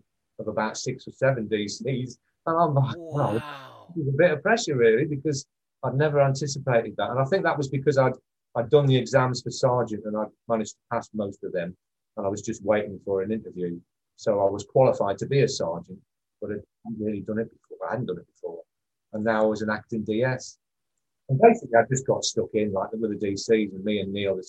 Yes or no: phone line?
no